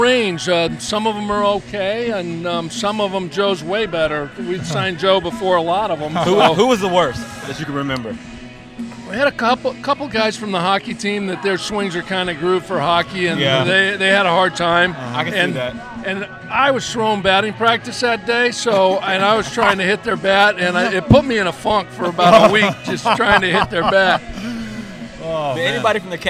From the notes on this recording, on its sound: live at the Cleveland Indians game